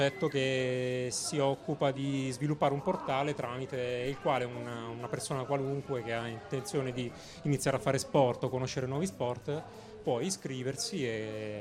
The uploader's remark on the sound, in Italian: PUNTATA SPECIALE DAL FESTIVAL DELL'ECONOMIA 2018!